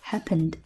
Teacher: happen 这个单词浊辅音结尾加了 ed 那么 ed 读出来是什么呢 d